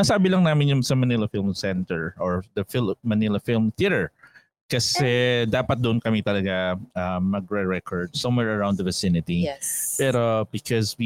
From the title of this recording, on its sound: Live in a Cemetery on Halloween Night